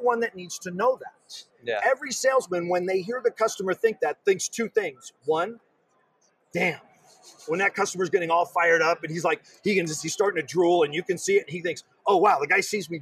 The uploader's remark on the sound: Live From D2D-Con